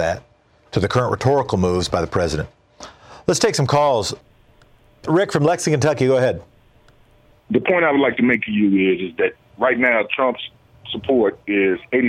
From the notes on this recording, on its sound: phones in from Portland